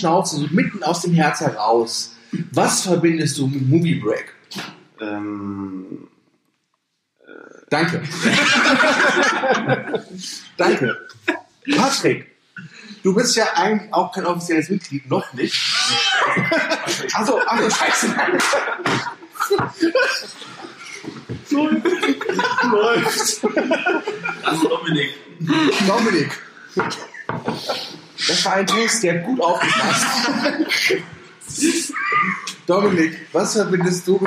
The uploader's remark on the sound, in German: Aufgenommen irgendwann am Samstagmorgen, zwischen Tischtennisplatte und Kickertisch. Leider hat das extra für den Cast mitgebrachte Mikro seinen Dienst verweigert, weswegen die Tonqualität sehr bescheiden ausfällt.